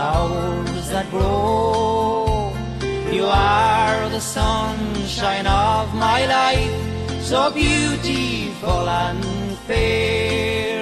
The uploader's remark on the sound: Live from PJ O'Brien's.